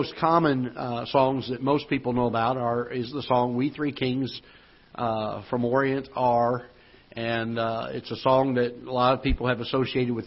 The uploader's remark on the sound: Ketha Heights Baptist Church ~ Live Broadcast